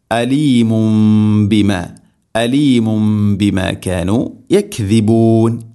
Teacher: തൻവീനോ നൂനുസാക്കിനൊക്കെ ശേഷം ബ വന്നാൽ ഇഖ്ലാബ്, ആ തൻവീനിനെ മീമാക്കി മാറ്റണം